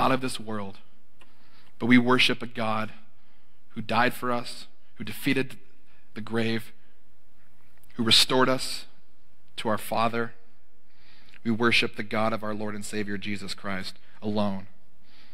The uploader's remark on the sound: This recording captures a sermon delivered live at Willow Creek Baptist Church in Midhurst, Ontario, near Barrie.